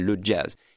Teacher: Anecdotally, the word jazz in French is not pronounced with a French J because everyone knows in France it's an American word. So they pronounce it as if it had an initial D